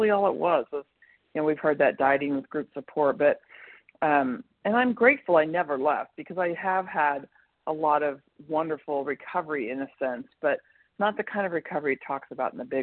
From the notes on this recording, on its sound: 100 Pounders Phone Meeting